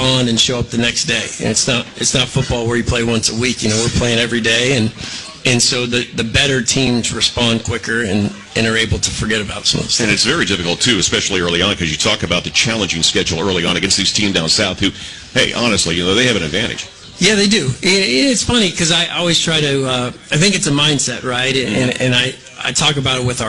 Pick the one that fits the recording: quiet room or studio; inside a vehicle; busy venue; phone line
busy venue